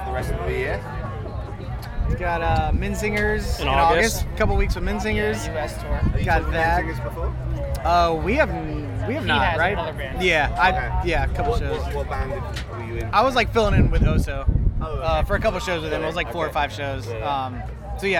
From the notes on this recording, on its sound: In this instalment of our interviews from 2000 Trees Festival